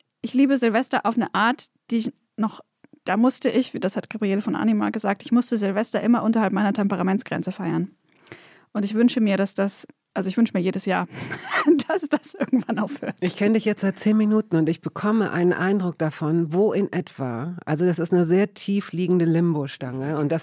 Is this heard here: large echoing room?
no